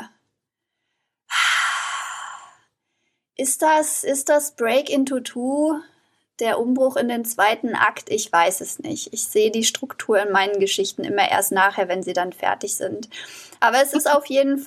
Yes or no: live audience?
no